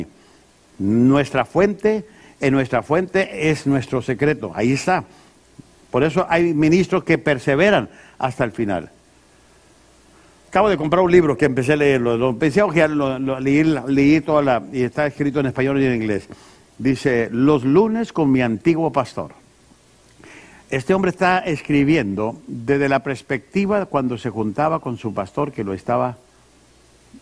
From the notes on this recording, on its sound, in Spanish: Esta lección fue grabada en vivo durante las conferencias mensuales de Liderazgo Enfocado